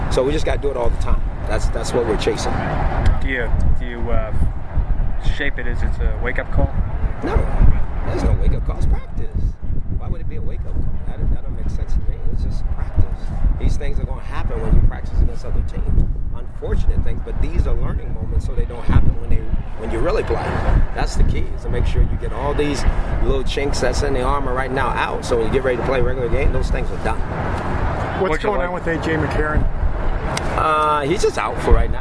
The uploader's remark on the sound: After the first joint practice with the New York Giants. Check out the raw audio from the practice field outside Paul Brown Stadium.